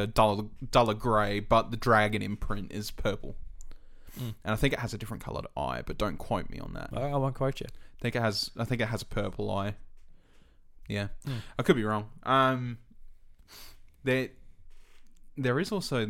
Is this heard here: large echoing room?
no